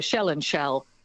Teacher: words like shell and shall are collapsing the difference. So they're actually pronounced the same. So shell and shall sounds something like shell.